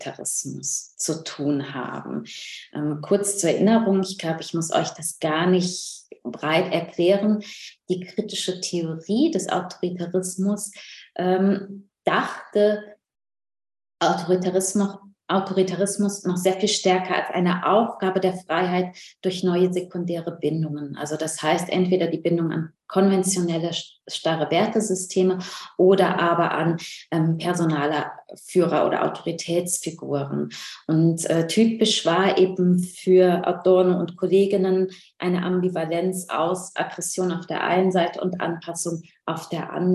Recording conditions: video call